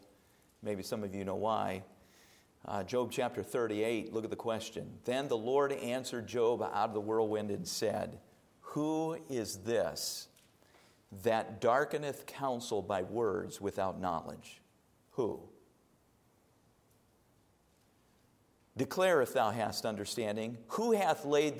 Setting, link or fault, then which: setting, large echoing room